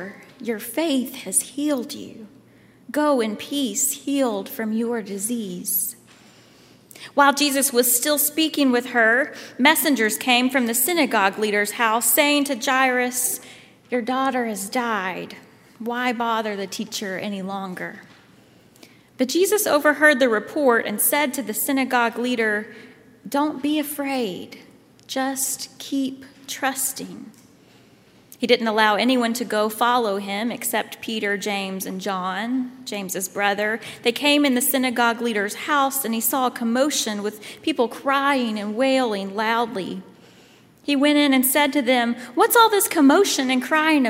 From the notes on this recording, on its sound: at Highland Baptist Church, Louisville, Kentucky